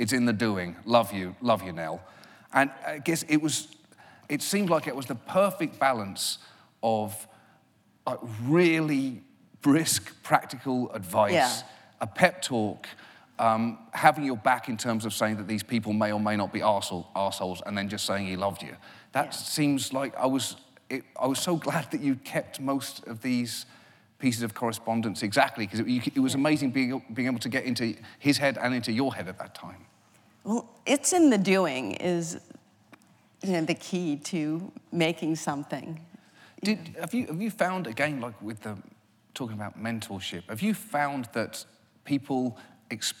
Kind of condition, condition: setting, live audience